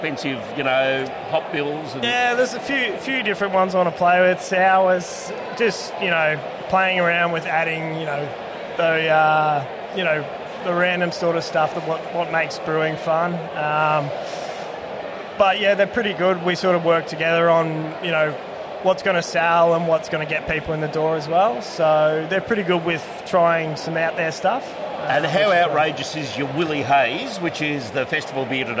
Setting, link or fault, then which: setting, busy venue